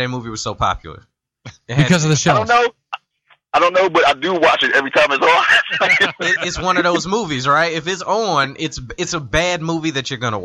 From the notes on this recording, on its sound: phones